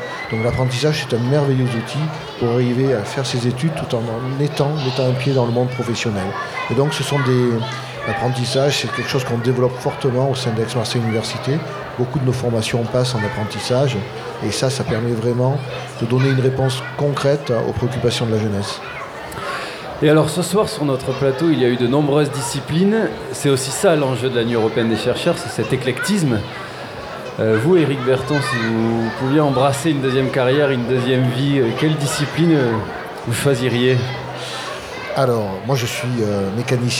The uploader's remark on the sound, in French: Nous étions en public depuis le Docks des Suds de Marseille, à l’occasion de la Nuit Européenne des chercheur.e.s.